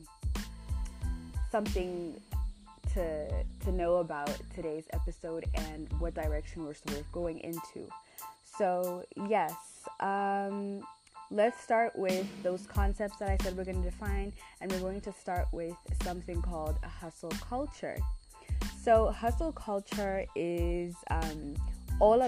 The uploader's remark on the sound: there's a sound in the background at the beginning y'all, sorry about that.